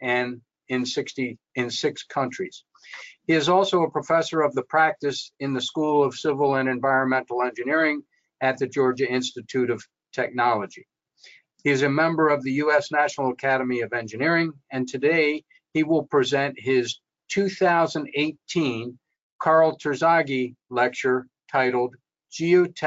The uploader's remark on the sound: This is an audio version of the FGI webinar.